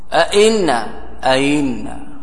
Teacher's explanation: تجعل الهمزة الثانية في الكلمة المذكورة بين الهمزة والياء، ليست همزة حقيقة ولا ياء صريحة، وإنما بين · Term: تسهيل